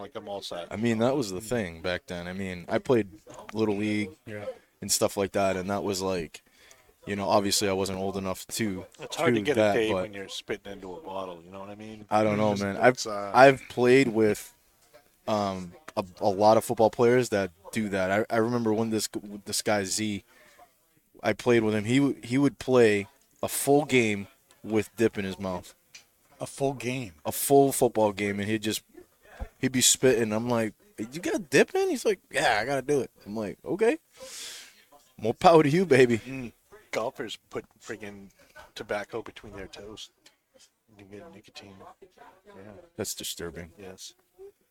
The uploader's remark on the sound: Recorded live from the 7-20-4 Lounge!